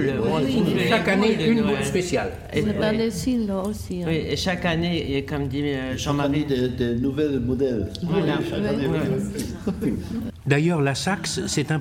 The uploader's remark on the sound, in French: L’émission a été enregistrée à la Kettenfabrik de Sarrebrucken , en présence des seniors allemands et français. L’émission a été enregistrée à la Kettenfabrik de Sarrebrucken , en présence des seniors allemands et français.